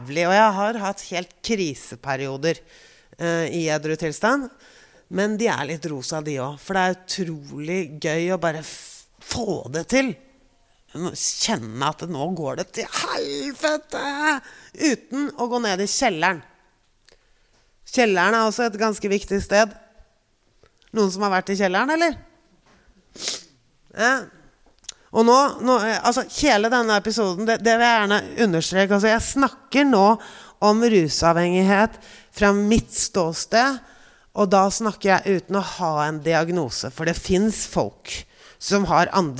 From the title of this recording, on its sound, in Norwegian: LIVE FRA DOVREHALLEN